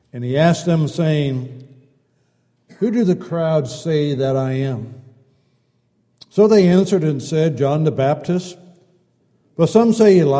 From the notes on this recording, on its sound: Downtown Church Of Christ Audio Sermon